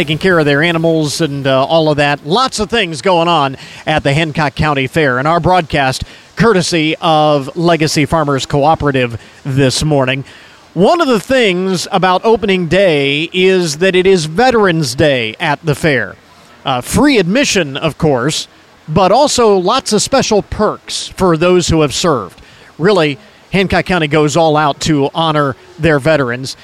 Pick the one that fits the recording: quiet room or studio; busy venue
busy venue